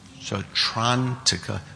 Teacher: So like sutra, except the U of sutra has become kind of a diphthong, S-A-U, Sautrantika.